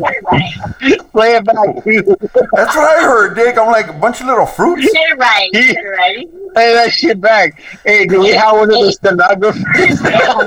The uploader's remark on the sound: At the home of La Clika Podcast GruntCore Studios. We chopped it up on the phone.